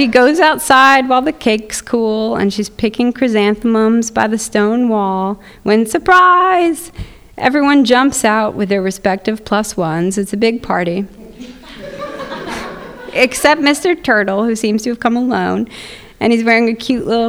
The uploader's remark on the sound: Live at The Philadelphia Ethical Society. From our live event earlier this year in Philadelphia.